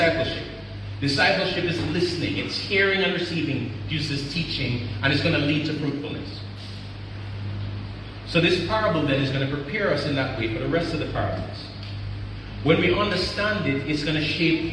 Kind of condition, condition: setting, large echoing room